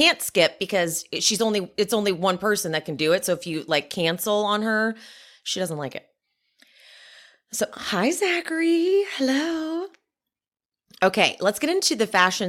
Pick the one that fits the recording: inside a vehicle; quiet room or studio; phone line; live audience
quiet room or studio